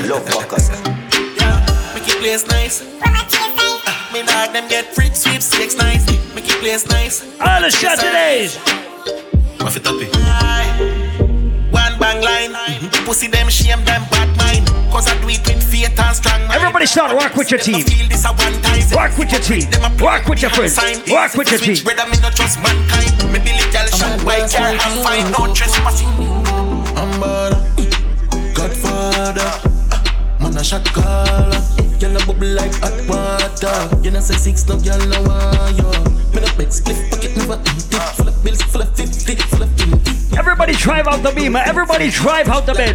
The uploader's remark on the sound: LIVE AUDIO. A recording of my set at Island Saturdays on Jan 20th.